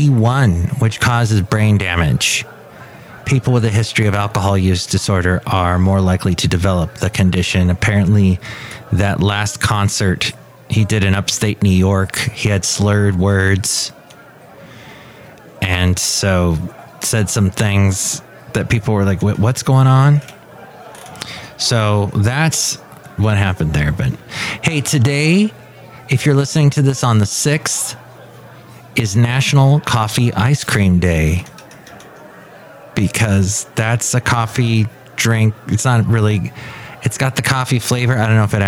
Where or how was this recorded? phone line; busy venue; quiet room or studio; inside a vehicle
busy venue